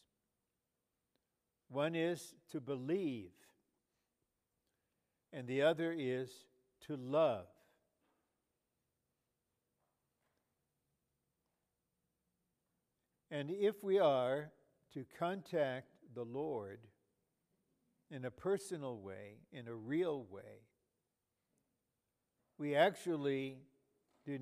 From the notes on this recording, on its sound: in a College Age Q&amp;R on August 18, 2018 in Calgary, Canada